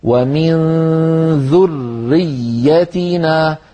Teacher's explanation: يعني الحرف مضاعف، لابد أن ننطق راءين وياءين، لا يصح أن يقول القائل ومن ذريتنا ذريتنا هكذا يخطفها ويختلس الحرف الأول المدغم، لابد من بيانه هكذا ومن ذريتنا، فيكون النطق براءين وياءين، إلا أن كل من الراء والياء مشددة بمعنى يرتفع المخرج عن الحرفين ارتفاعة واحدة